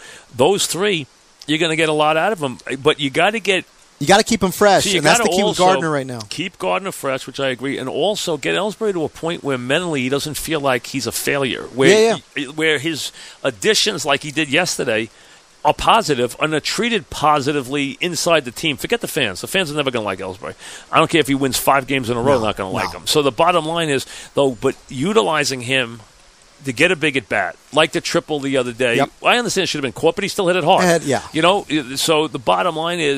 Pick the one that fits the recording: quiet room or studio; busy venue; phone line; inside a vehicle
busy venue